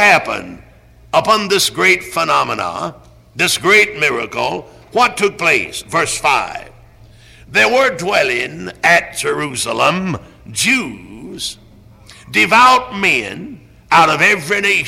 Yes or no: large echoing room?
yes